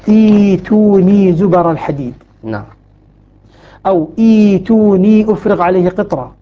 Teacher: بدأنا بها عند شعبة مثلا أو عند شعبة وحمزة في الثانية تبدل الهمزة الساكنة ياء ونبدأ بها همزة وسط مكسورة فنقول إيتوني زبر الحديد أو إيتوني